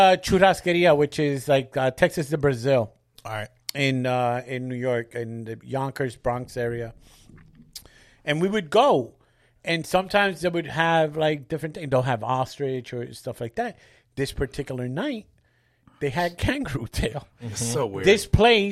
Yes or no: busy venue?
no